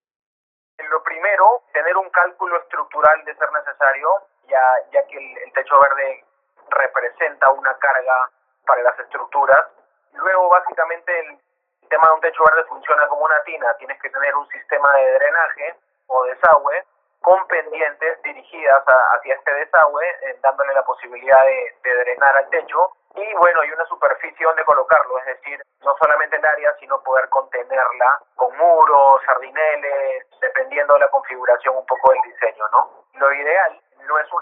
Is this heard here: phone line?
yes